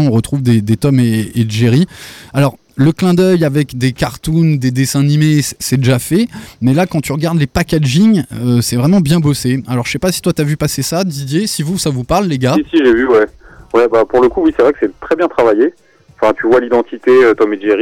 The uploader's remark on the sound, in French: sera avec nous par téléphone